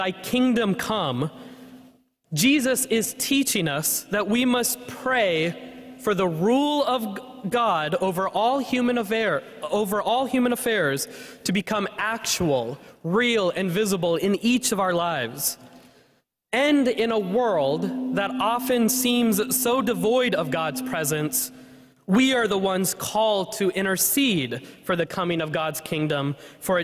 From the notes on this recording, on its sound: was preached at First Presbyterian Church of Allentown, PA on July 23, 2023.